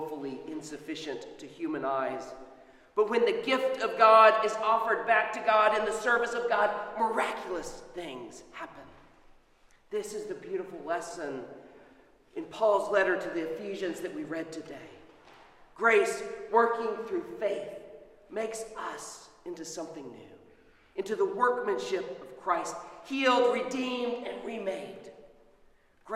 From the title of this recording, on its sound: Sermon at Holy Trinity Anglican Church